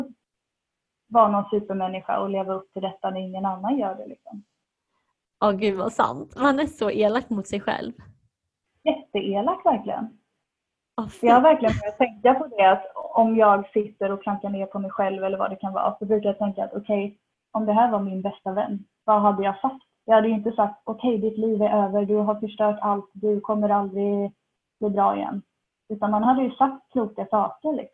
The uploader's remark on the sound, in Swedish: Sämre ljudkvalité pga inspelning via zoom.